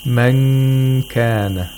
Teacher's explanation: you have to make a nasal sound for two vowel counts. As much as two vowel counts. · Term: ikhfa